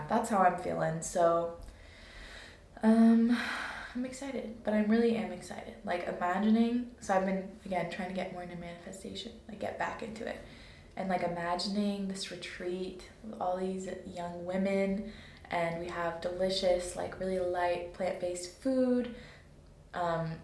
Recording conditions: poor microphone